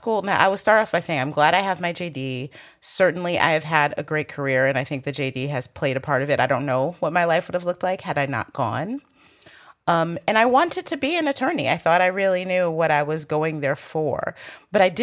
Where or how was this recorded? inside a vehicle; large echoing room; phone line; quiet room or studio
quiet room or studio